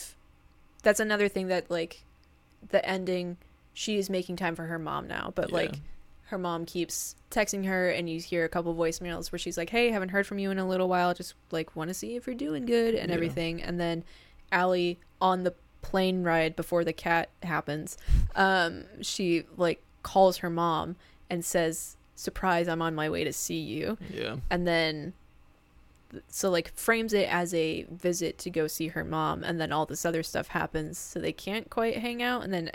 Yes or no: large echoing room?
no